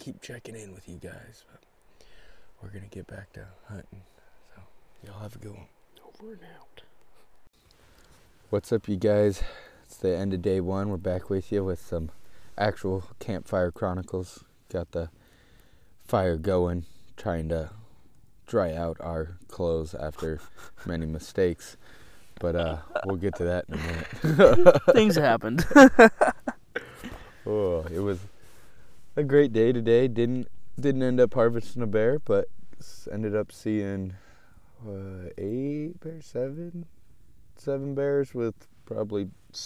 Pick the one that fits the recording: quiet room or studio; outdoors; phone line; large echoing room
outdoors